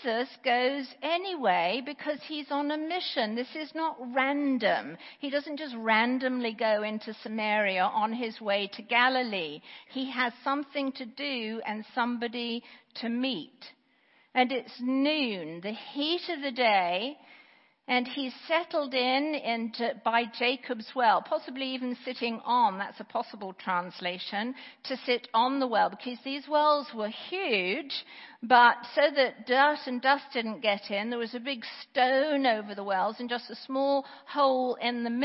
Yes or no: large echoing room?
yes